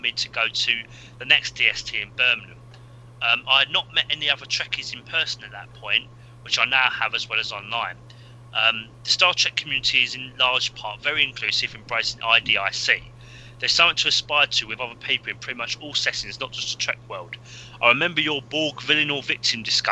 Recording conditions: poor sound quality